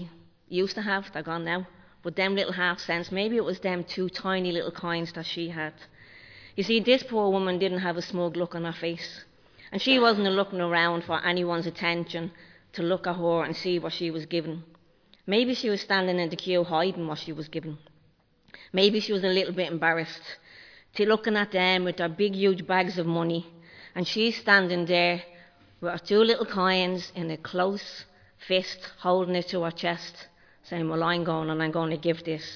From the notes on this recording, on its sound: Recorded live in Liberty Church on 5 February 2023